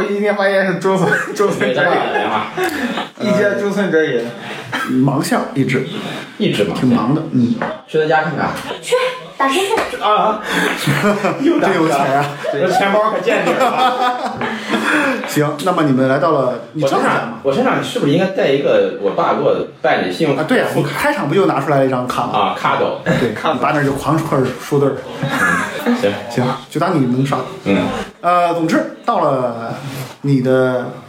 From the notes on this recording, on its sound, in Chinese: 因为这次跑团时录制的设备并不专业，再加上环境和大家散座的位置，音质会比较差，调试之后改善不大。